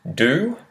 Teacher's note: So we'll start with do, do, and you'll notice that it kind of ends with an oo sound, a w, w, a w, do. So do me doesn't change, do me, do you, do ya, so the U has a, a Y sound at the front of it already, so it's just a do you, it kind of bounces.